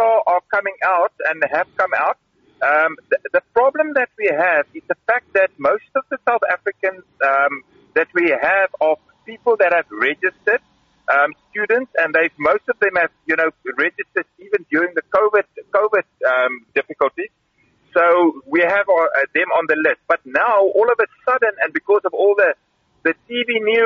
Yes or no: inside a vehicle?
yes